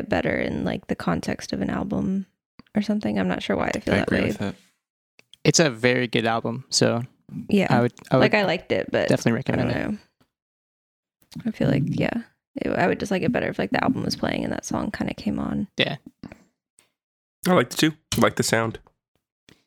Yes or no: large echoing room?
no